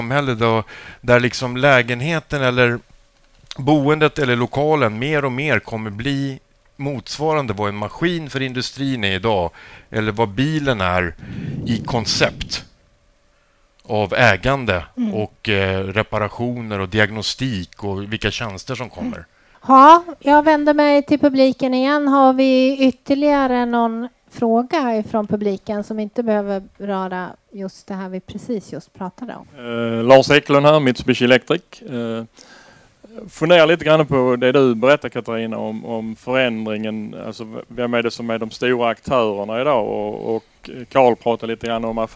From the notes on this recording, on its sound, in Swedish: I detta avsnitt som spelades in under AcobiaFLUX dagen får vi ta del av en paneldebatt